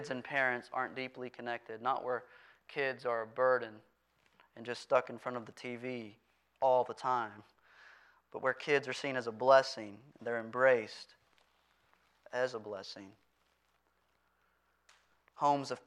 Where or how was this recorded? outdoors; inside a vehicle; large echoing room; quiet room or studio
large echoing room